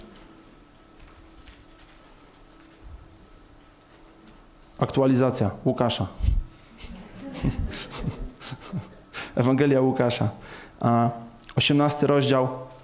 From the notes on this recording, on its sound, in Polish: Nauczanie zostało nagrane podczas spotkania Makrogrupy NOF Church 18.11.2021 r.